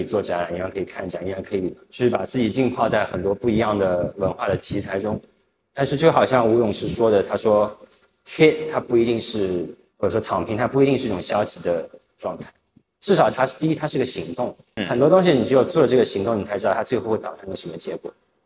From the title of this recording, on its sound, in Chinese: 艺术家群展「苦地宣言」现场导览